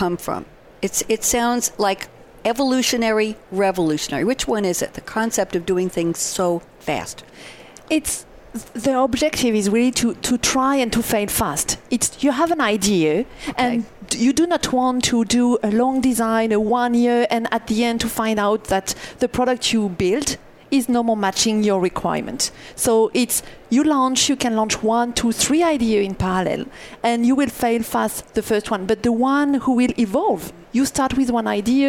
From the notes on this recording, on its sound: Live from Sap Sapphire Now 2017.